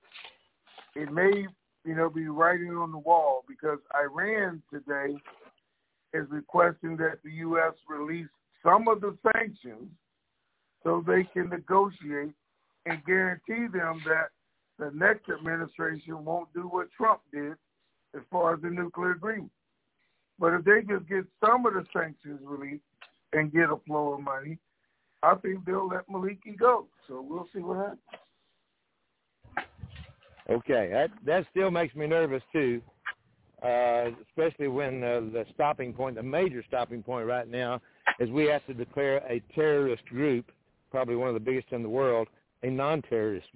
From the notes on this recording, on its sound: TNTSuperfantastic Conference Call.